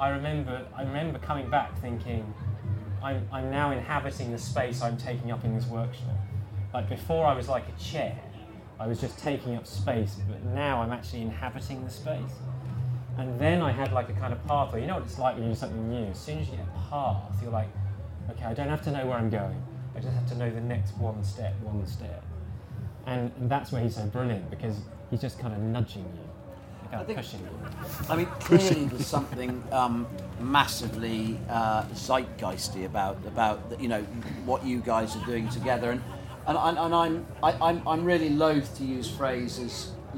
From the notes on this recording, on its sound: In front of a live audience at The Good Life Experience.